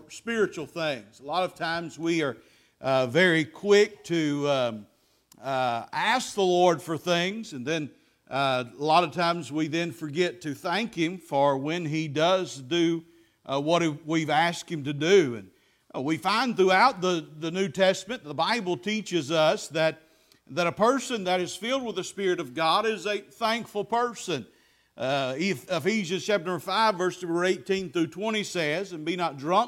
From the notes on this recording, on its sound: Preached at Faith Baptist Church 9/17/23